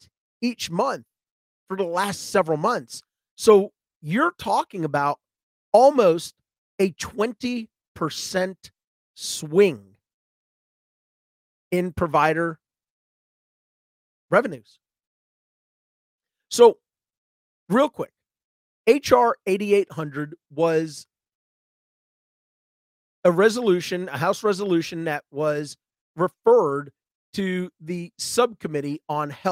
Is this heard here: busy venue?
no